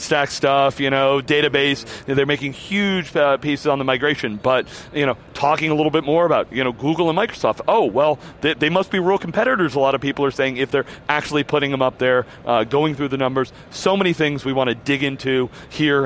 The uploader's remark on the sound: live from re:Invent 2017